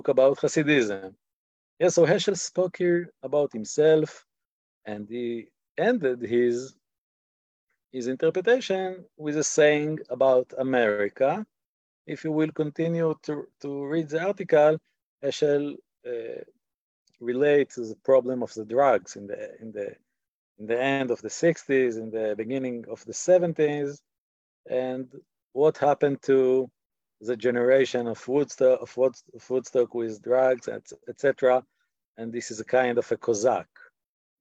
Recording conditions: video call